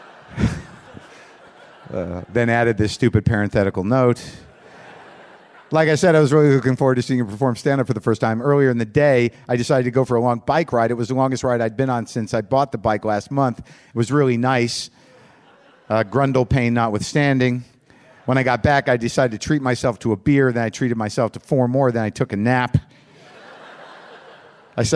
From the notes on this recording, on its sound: Live from Bumbershoot 2013 in Seattle